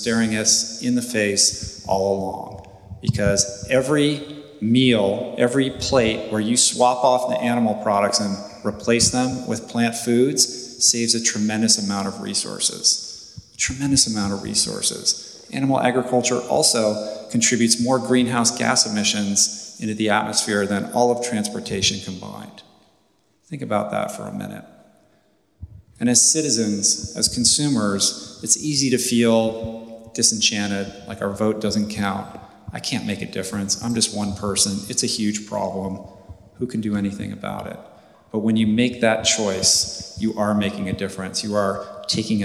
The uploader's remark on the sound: Live In Dublin. Took place before a live audience at the gorgeous Smock Alley Theatre this past summer in Dublin, Ireland. I sincerely hope you enjoy our live presentation, which includes loads of great questions from the audience.